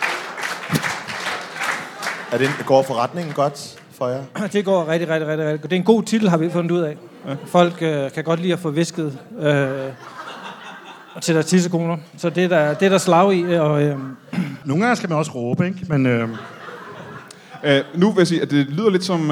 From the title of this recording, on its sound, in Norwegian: LIVE fra Comedy Zoo